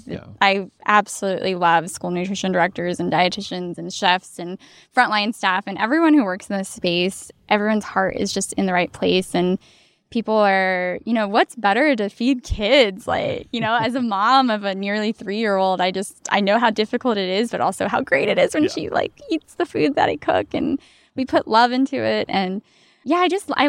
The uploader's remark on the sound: Recorded this episode at the California School Nutrition Conference in Palm Springs. Our initial plan was to be very southern California and record it poolside, but the background music was a bit much, so we just found a quiet spot outside the convention center and had a great talk.